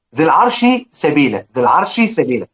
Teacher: الشين تضغم في السين، الشين تضغم في السين